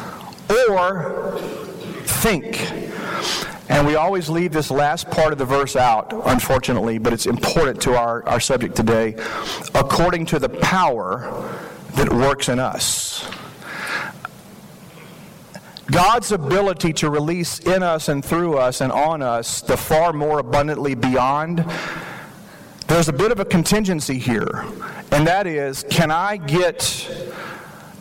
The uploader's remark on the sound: This message was shared at the 2023 Fall Imagine Conference in Frisco Texas.